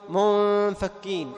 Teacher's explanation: ما بقيت إلا صفة الغنة للنون، وإن ذهبت النون أخفيت عند الفاء · Term: إخفاء